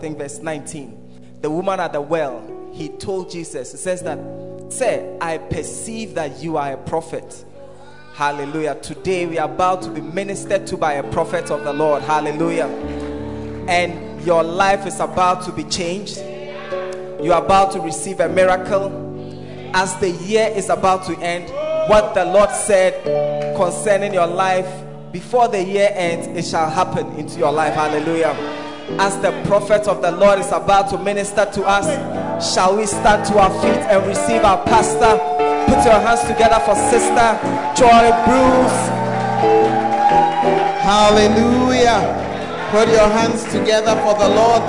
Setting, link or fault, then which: setting, large echoing room